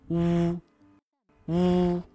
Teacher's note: 发这个音的时候呢，嘴巴要合拢，呜，向前突出，呜，舌头呢，是稍微向后上方缩一点点。 · 和韵母呜是一样的发音，只是发音偏短一点